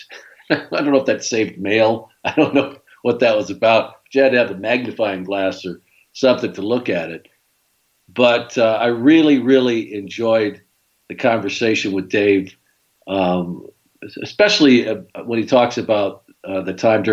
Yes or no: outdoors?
no